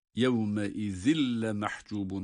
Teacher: İki esre kendisinden sonra gelen lam harfini de idgam edilerek yine idgamı bilağunne oluyor. Lam şeddeli gibi okunuyor.